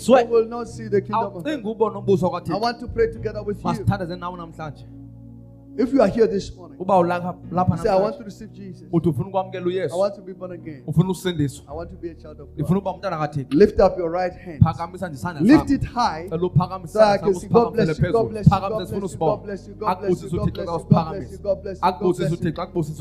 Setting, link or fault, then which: setting, large echoing room